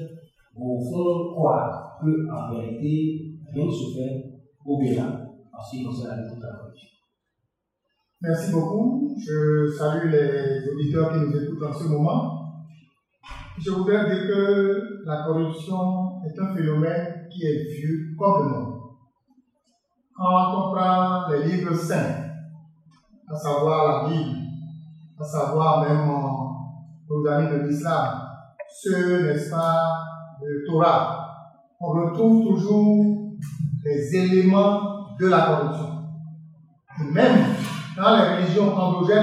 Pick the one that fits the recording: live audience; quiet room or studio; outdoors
live audience